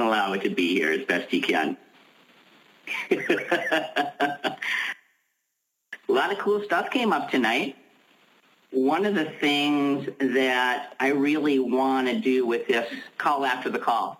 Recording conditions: phone line